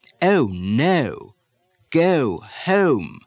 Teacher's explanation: It's now a three-stage oh instead of a two-stage oh.